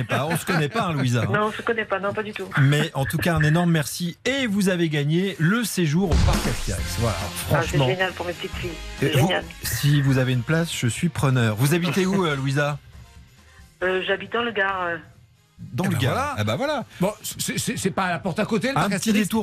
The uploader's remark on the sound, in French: Tout au long de l'émission, les auditeurs pourront voter en direct pour leurs histoires préférées. En fin d'émission, le gagnant appellera en direct un auditeur.